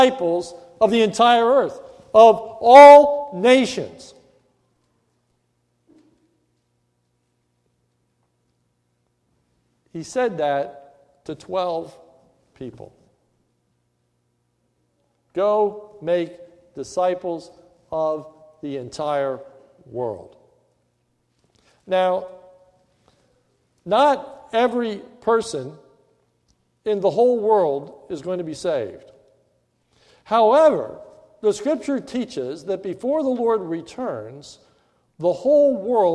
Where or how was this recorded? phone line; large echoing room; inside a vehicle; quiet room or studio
large echoing room